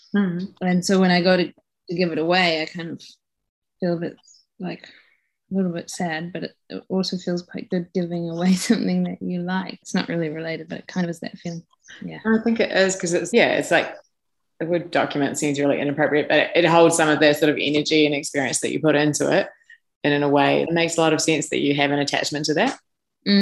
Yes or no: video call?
yes